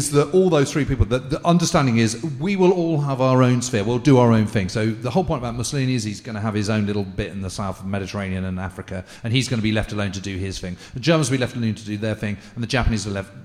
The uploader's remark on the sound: We Have Ways Live from Edinburgh.